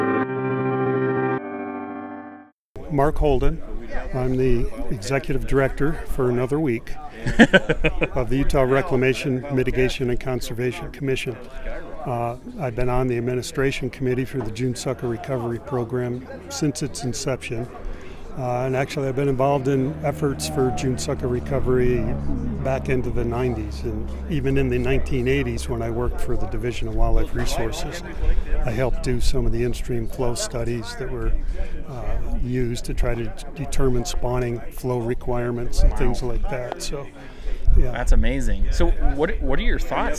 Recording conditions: outdoors